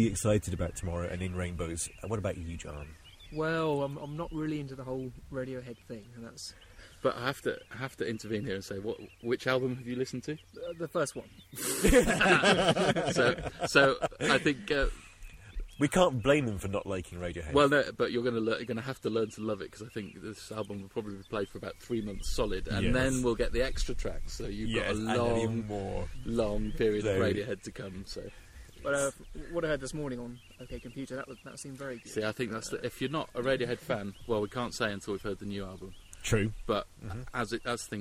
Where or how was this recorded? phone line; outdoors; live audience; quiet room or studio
outdoors